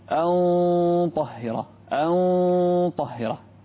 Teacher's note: الغنة تابعة لما بعدها، الحرف هنا الطاء · Term: تفخم الغنة